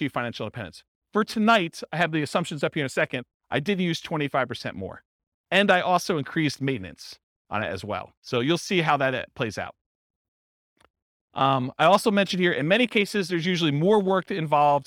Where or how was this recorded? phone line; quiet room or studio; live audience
live audience